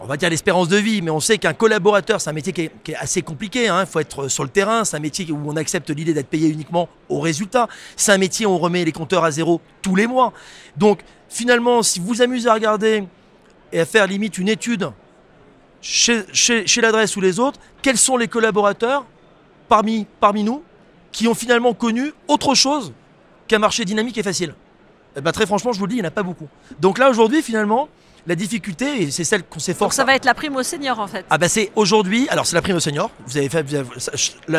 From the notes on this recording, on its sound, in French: Cet épisolde a été enregistré en live du RENT.